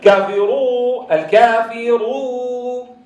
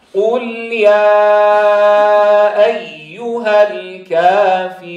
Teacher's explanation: لا أقول الكافرون، لا تفخم الواو، الواو مستفلة، بدك تفخم الراء فقط · Shown in: second take · تقول رو رو، ولا تقول رو كافرو الكافرو.